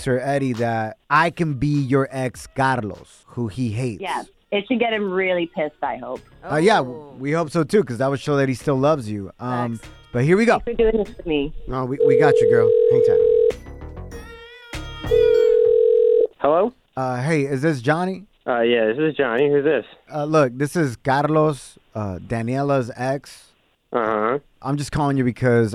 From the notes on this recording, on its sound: We opened up the phone lines and asked our listeners what they absolutely cannot let go of for "Lent".